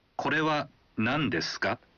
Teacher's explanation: Jika Anda menambahkannya di akhir sebuah kalimat dan menyebutkan kalimatnya dengan intonasi menanjak, artinya Anda mengajukan pertanyaan.